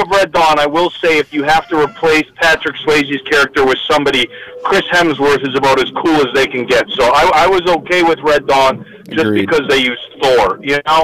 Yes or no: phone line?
yes